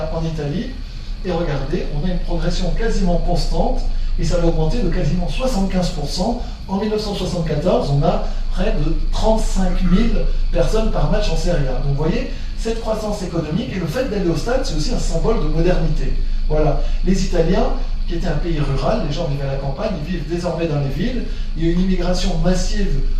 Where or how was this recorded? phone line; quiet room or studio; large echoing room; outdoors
large echoing room